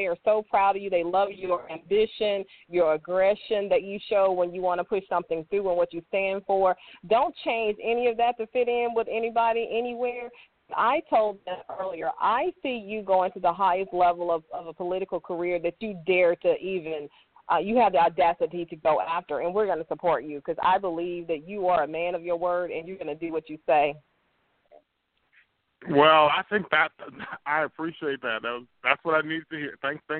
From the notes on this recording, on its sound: a live call in lifestyle show